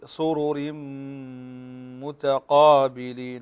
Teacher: فهنا الميم مشددة فتغن بمقدار حركتين